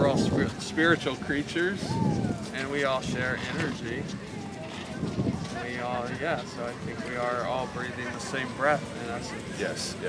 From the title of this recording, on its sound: Street Interviews - LA Boardwalk